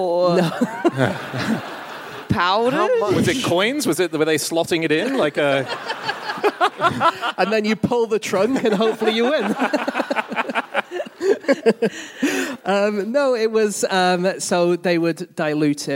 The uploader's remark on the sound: Live from Antwerp